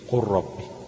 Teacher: دي هتبقى ايه قر مش قل، هتقلب اللام ليه لراء